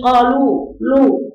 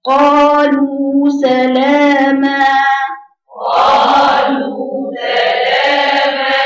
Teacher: واللام هنا رقيقه، وكذلك الواو المديه رقيقه · Shown in: second take